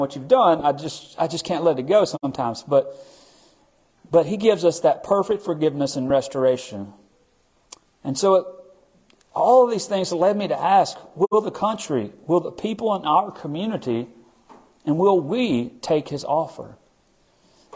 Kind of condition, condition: setting, large echoing room